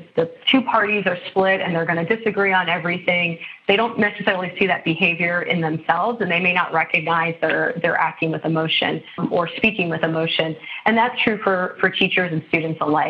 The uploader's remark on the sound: This episode was recorded via phone.